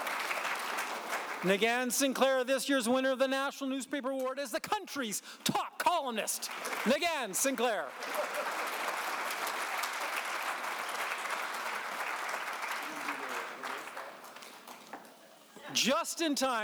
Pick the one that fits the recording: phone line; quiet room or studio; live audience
live audience